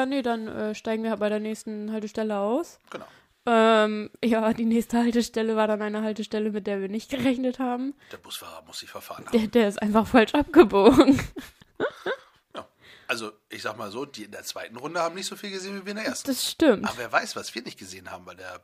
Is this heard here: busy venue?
no